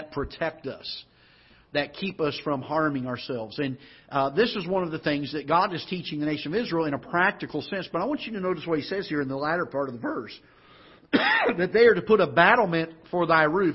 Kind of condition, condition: setting, large echoing room